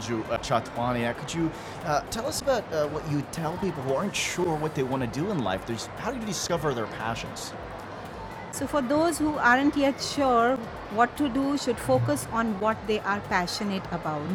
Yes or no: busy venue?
yes